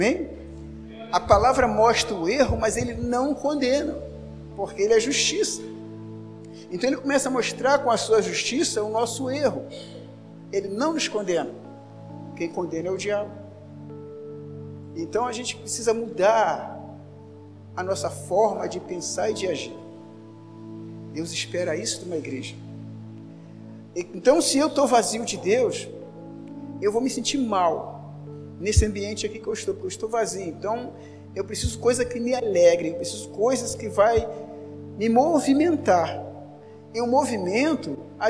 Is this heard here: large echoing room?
yes